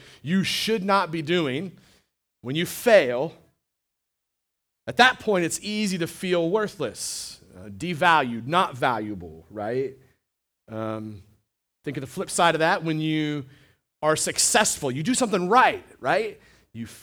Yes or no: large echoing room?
yes